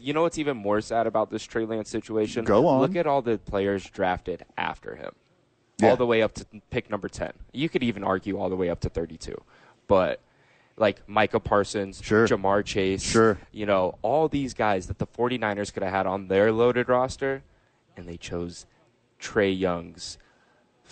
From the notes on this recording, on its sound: live from the Albuquerque Duke Store